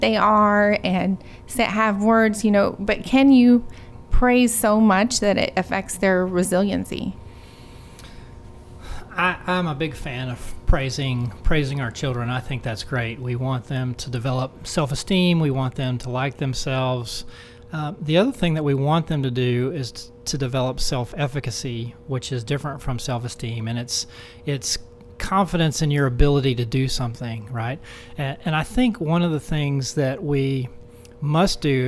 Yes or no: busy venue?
yes